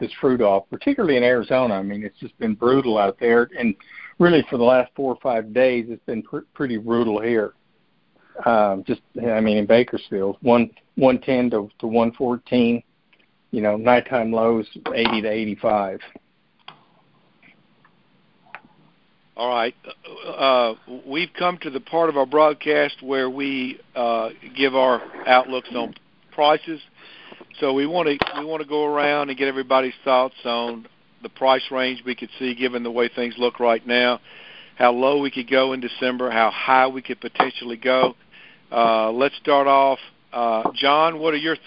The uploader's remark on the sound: July 2021 Monthly Conference Call